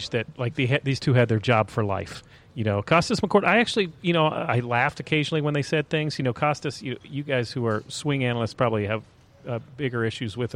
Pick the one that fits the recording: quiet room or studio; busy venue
busy venue